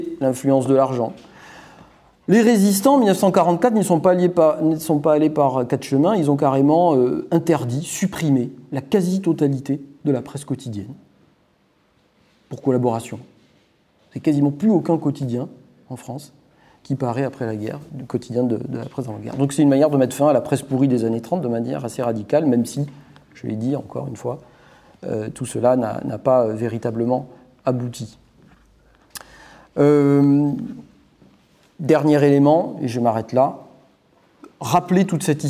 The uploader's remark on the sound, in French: Le 24 novembre 2022 à Paris, Acrimed organisait une conférence